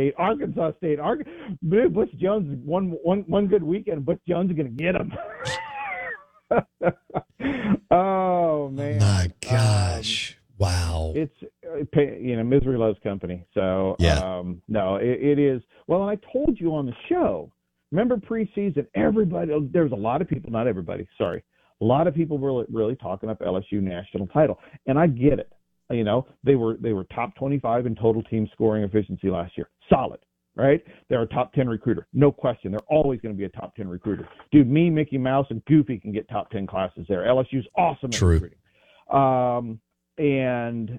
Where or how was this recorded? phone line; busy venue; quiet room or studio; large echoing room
phone line